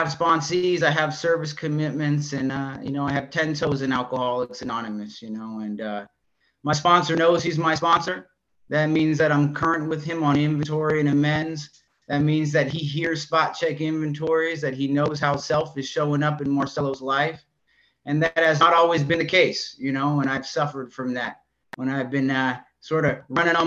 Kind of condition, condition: link, video call